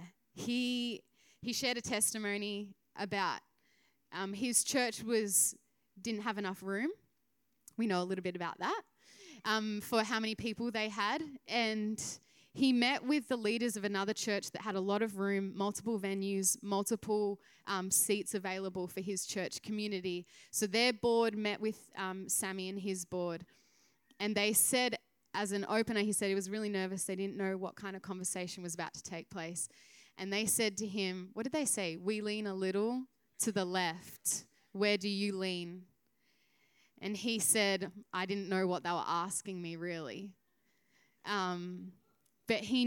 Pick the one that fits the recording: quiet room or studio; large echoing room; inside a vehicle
large echoing room